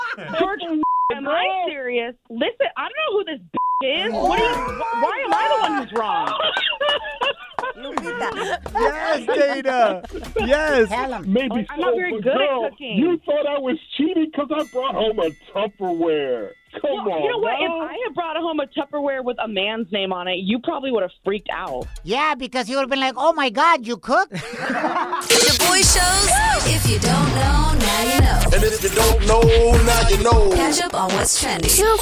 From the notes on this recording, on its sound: we opened up the phone lines